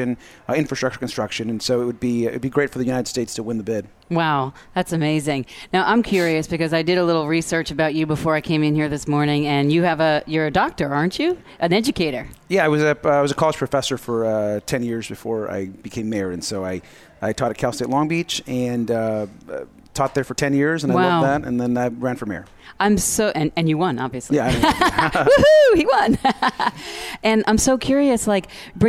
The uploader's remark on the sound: Live at CWC 2017. Broadcast day 2 Live form the Largest Women's conference in the USA! We will be live for 2 days bringing you all the event action, keynote speakers and VoiceAmerica hosts.